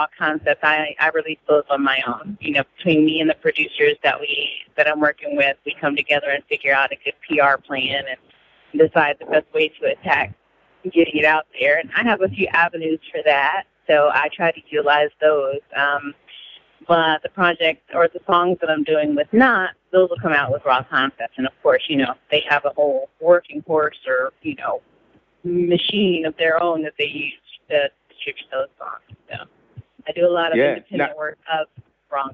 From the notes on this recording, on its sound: Here's our phone call.